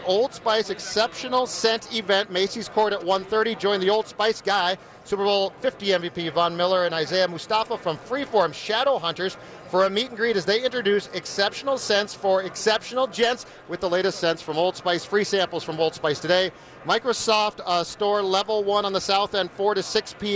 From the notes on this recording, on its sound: live from Radio Row all week